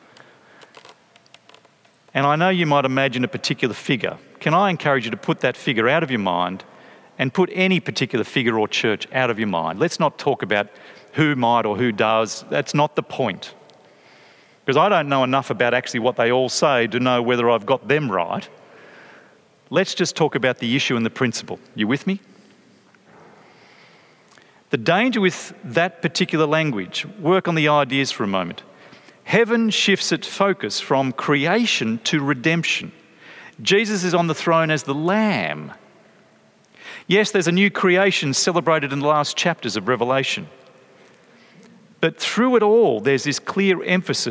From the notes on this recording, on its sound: from a talk at 2017's Planting Collective Conference